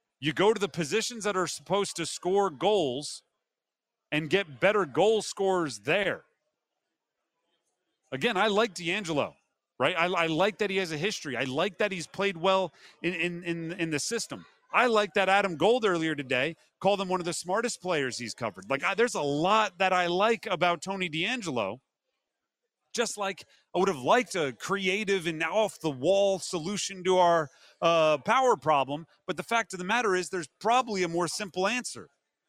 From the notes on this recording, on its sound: live in Charlotte for day one of the 2023 ACC Football Kickoff